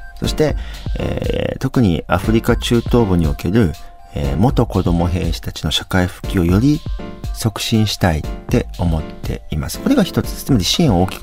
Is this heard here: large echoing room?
no